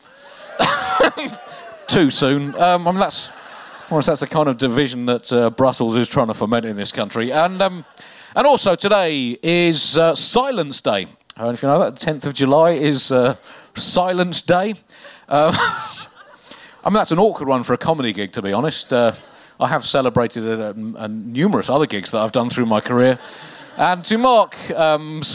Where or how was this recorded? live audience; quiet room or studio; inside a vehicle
live audience